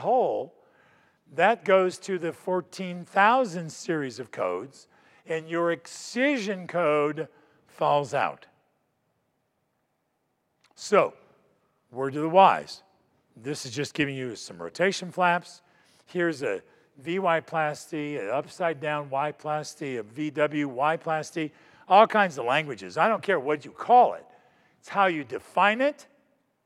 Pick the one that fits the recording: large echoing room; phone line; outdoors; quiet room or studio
large echoing room